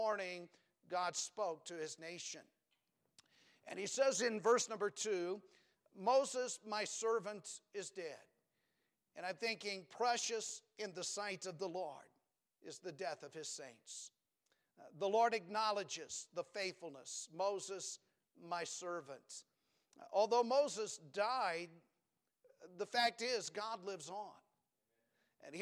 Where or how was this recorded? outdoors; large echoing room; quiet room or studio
large echoing room